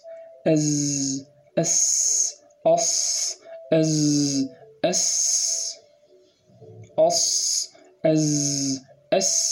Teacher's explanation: الصاد والزاي والسين تمر في مجرى ضيق · Term: الصفير